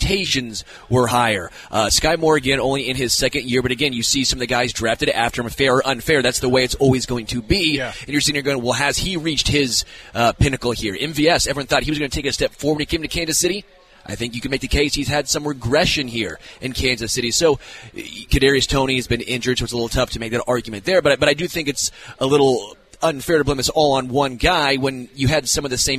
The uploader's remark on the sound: LIVE from Hollywood Casino!